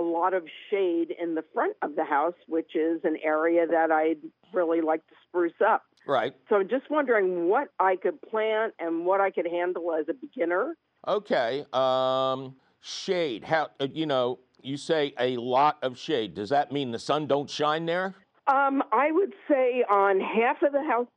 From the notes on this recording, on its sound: Your fabulous phone calls!